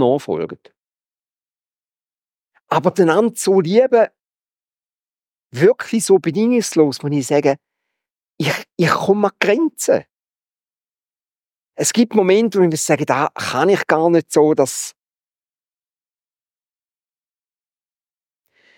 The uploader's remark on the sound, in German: Predigt Loehningen. Ziitfenschter-Gottesdienst.